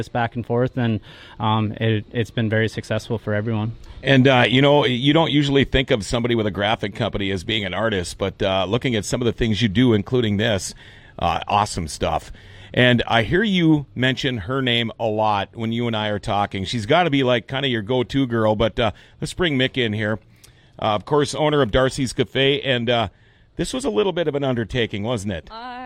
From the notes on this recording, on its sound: GFBS on location at Darcy's Cafe for the Holte Hero Shirt Memorial